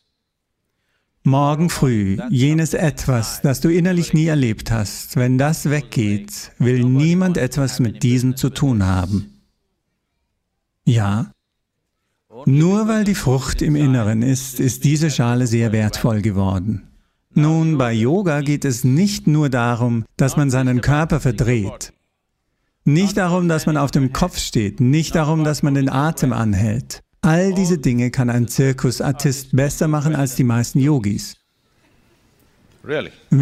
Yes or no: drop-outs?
no